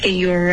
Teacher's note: get 结尾省略特是对的，可是要导致一个干脆的停顿，要顶舌尖